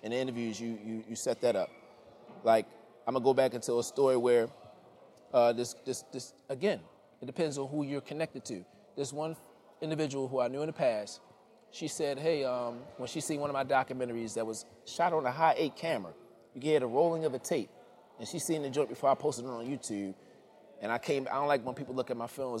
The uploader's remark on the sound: LIVE PODCAST episode at a silent disco art exhibit